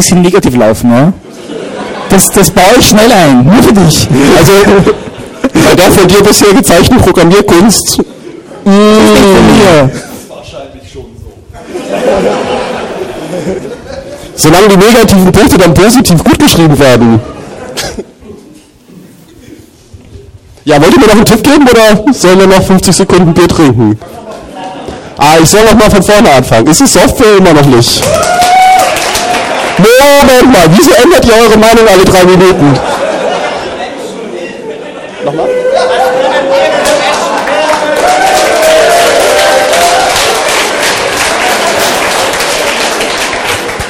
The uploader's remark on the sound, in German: eine kleine Unterhaltungsshow mit Publikumsbeteiligung